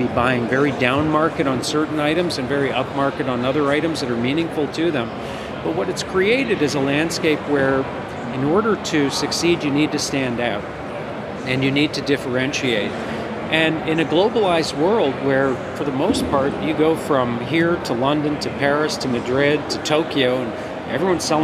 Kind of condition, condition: setting, outdoors